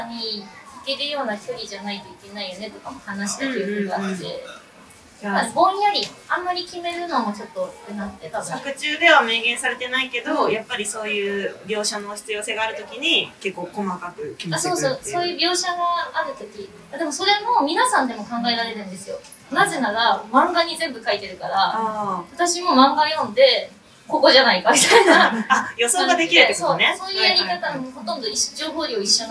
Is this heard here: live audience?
yes